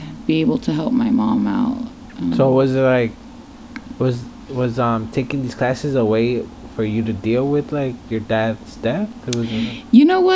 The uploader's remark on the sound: Sorry for the noise in the background there are some tings that I can't control.